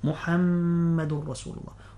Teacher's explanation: إذا نظرنا في المصحف نجد على الميم شدة، محمد رسول الله، وهذا الحكم حرف غن مشدد، لا بد أن يغن بمقدار حركتين